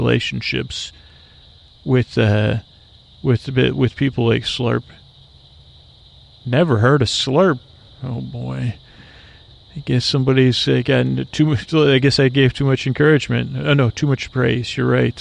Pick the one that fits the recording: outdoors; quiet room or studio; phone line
outdoors